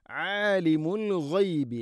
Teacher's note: ഐൻ തൊണ്ടയുടെ മധ്യഭാഗം. ആലിമുൽ ഗൈബി الغيب غين عالم الغيب غين തൊണ്ടയുടെ മുഗൾ ഭാഗമാണ്.